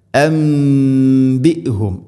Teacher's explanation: നൂന് സാക്കിനയ്ക്ക് ശേഷം ബാ വന്നാൽ നൂനിനെ മീമാക്കി മാറ്റണം. ഇഖ്ലാബ് എന്നാണ് അതിന് പറയുക.